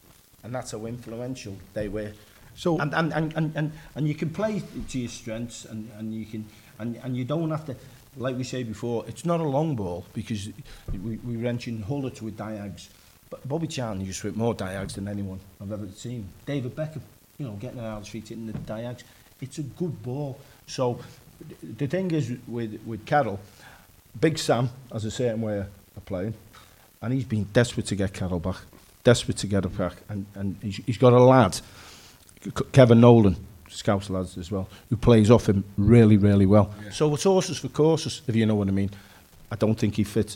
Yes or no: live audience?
yes